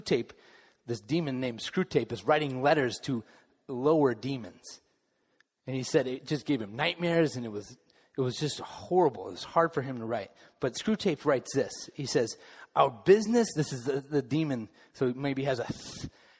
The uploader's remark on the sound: Final message of the Summer Series delivered during the Contemporary Worship service.